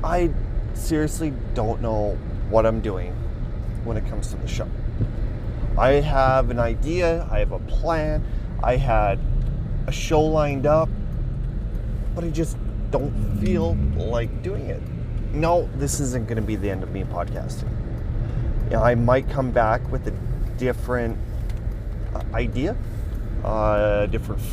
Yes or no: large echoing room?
no